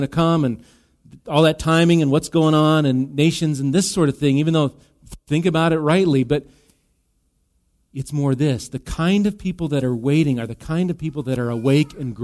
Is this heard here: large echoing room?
yes